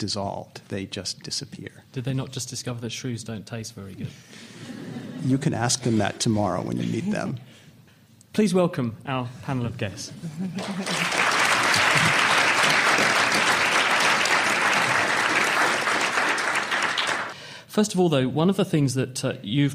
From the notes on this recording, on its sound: Live at the AAAS 2014 meeting in Chicago. To answer questions live from the audience.